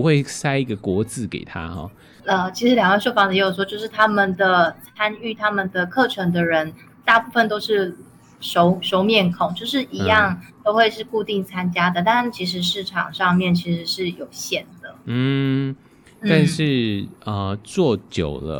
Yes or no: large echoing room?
no